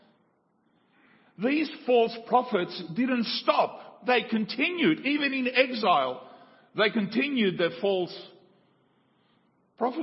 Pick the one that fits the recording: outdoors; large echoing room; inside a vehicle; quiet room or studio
large echoing room